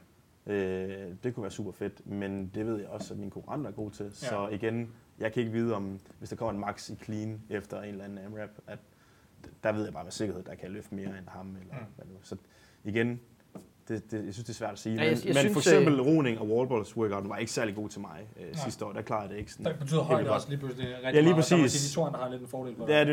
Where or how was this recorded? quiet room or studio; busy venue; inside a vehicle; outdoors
busy venue